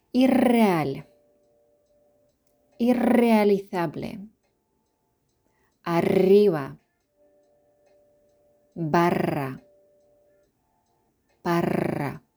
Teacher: если у нас написано две эрки, то и раскатисто читаем, рчим. Ирреаль.